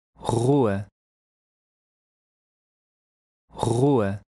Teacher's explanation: the R at the beginning of a word sounds like a hard or somewhat breathy H